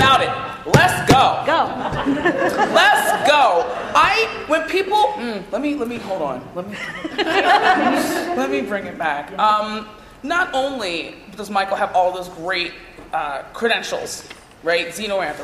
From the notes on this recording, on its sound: Recorded live at Star Trek Mission Chicago.